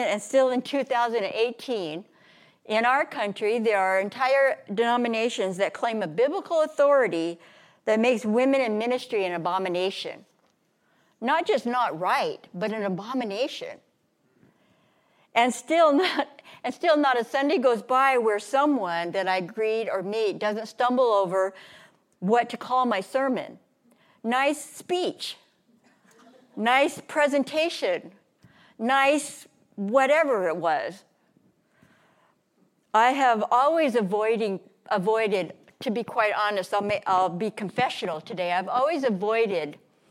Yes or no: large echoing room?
yes